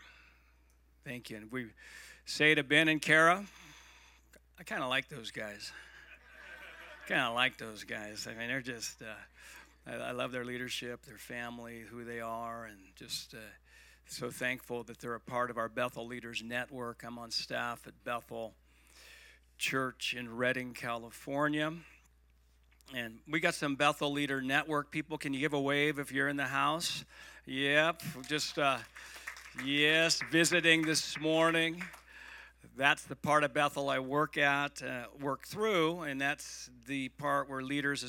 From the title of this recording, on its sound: Igniting Hope Conference (Sunday Service)